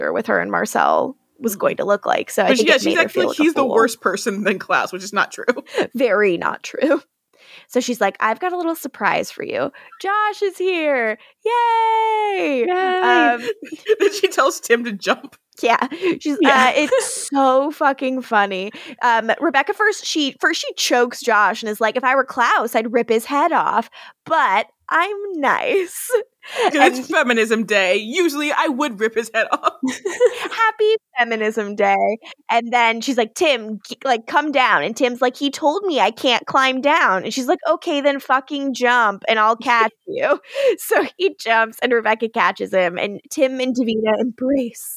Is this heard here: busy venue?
no